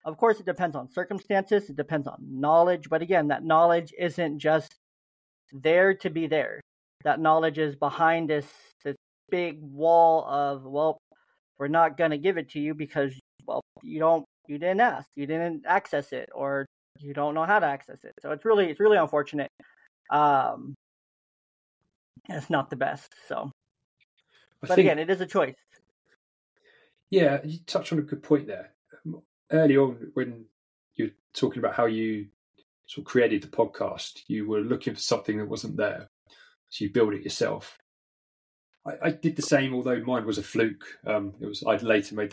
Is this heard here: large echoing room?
no